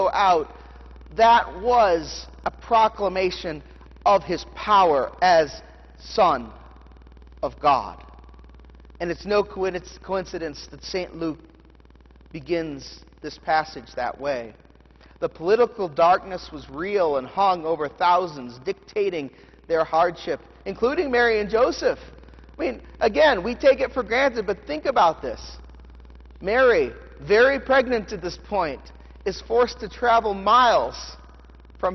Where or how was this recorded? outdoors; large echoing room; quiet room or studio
large echoing room